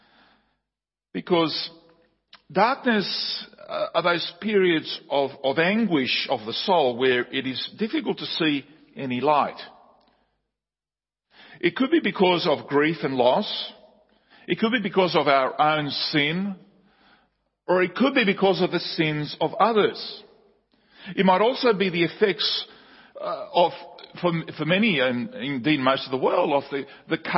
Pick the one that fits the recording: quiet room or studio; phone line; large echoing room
large echoing room